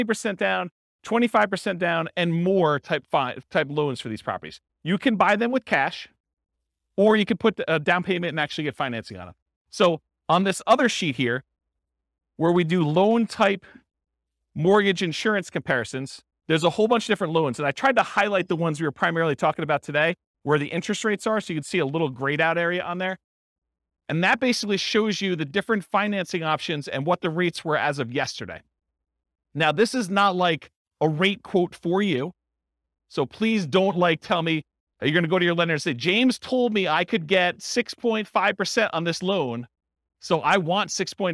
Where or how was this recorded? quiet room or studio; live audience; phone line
live audience